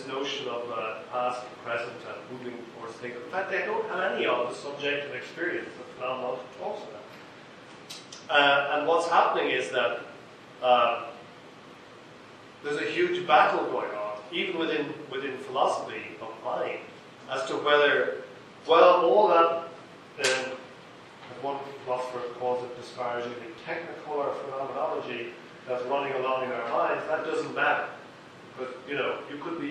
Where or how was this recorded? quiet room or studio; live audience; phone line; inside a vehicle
live audience